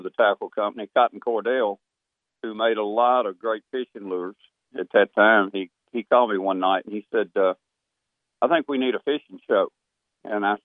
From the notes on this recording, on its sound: He did call in, though, and shared some cool stories about what he was seeing in the Keystone State.